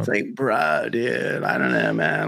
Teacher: he's got a little millennial vocal fry to him